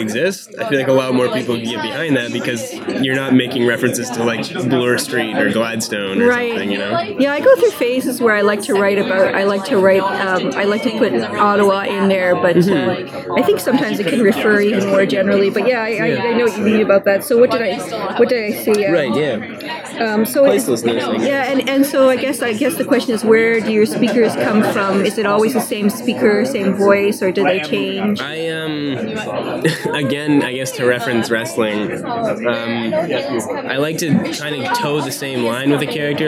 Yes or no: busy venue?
yes